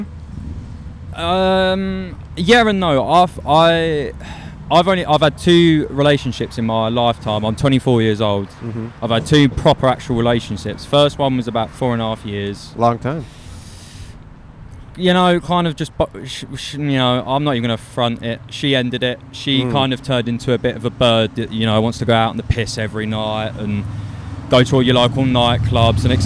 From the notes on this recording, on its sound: Outside a Hardware Store. In front of Koontz Hardware in West Hollywood, CA.